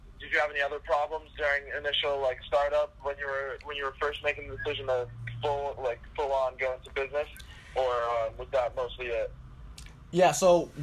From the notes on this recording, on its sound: A Phone Call With a USC Student.